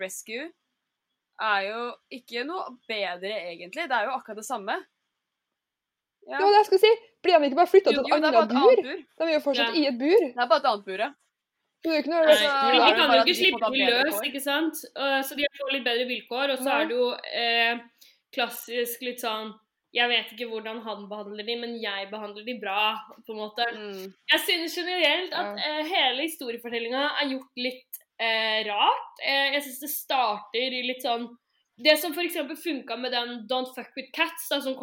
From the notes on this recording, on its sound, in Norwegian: vi innser også at lyden er for dårlig for lufta